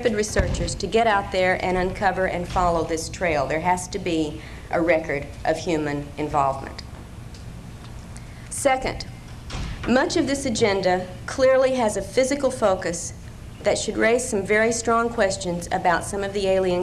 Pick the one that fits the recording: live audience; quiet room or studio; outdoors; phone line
live audience